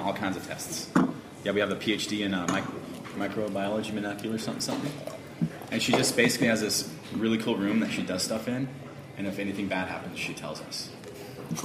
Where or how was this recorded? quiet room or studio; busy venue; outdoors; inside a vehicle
busy venue